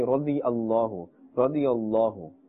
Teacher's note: Some people make the mistake and say radiyallahu, radiyallahu. That it said so fast, the ya gets eaten up and is not pronounced.